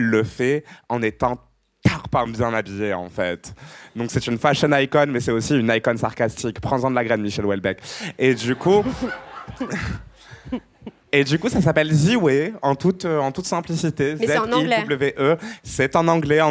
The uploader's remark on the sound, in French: À la fin de l’épisode, on tend le micro à nos auditeurices pour recueillir leurs meilleurs souvenirs d’écoute des Couilles sur la table . Cet entretien a été enregistré en public. Au Trabendo (Paris, 19e).